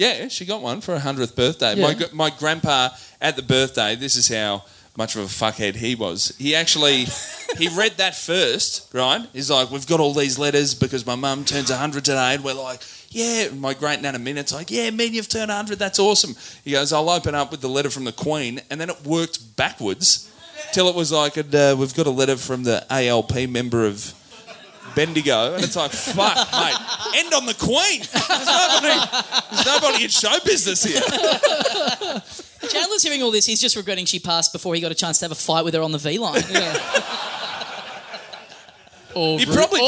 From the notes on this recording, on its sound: Recorded LIVE at The Main Bar in Ballarat